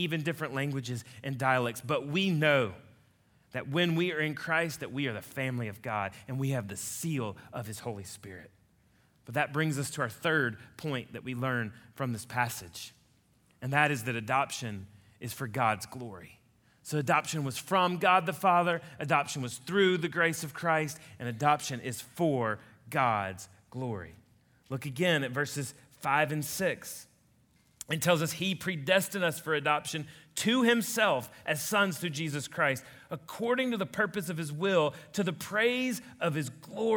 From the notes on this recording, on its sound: a message he delivered to Colonial Heights Baptist Church in Ridgeland, Mississippi